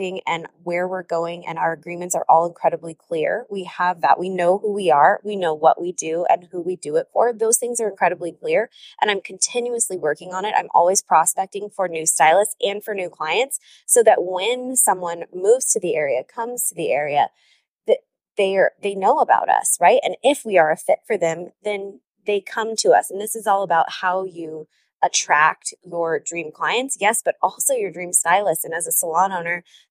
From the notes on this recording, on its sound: This episode was recorded in the car on my way home from a business intensive in the heart of the Arizona desert, so excuse the noise.